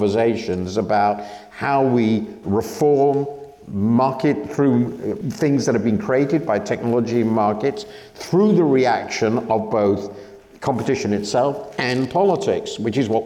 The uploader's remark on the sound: This episode brings you part one of our live event, System Error: Should We Fix Capitalism or Abandon It?